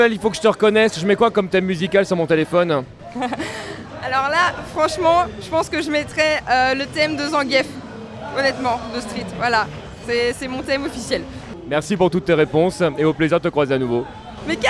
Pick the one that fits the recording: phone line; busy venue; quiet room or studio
busy venue